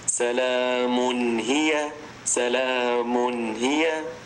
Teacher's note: فننطقها هكذا، نظهر التنوين من غير غنة زائدة